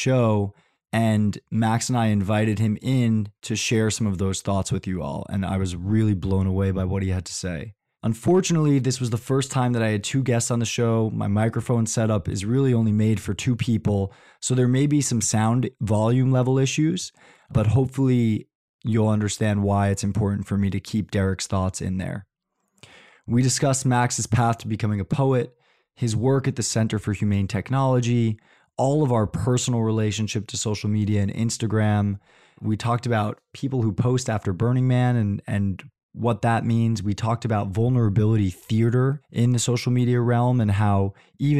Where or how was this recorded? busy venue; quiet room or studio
quiet room or studio